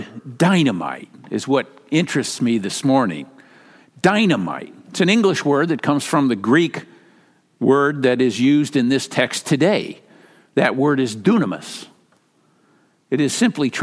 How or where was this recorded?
large echoing room